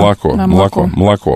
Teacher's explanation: мы говорим почти почти безгласный первый слог